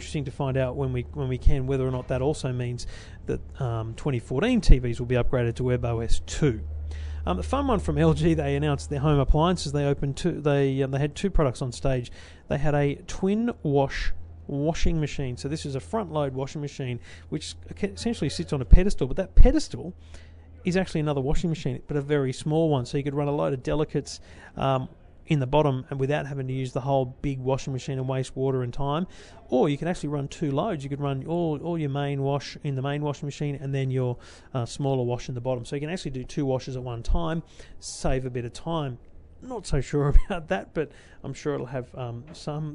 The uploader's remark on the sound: My Show Floor Preview Of CES. Your Tech Life LIVE from CES 2015.